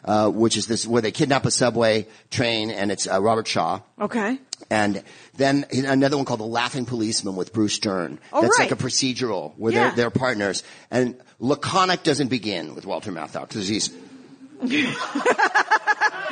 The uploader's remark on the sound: in front of an amazing crowd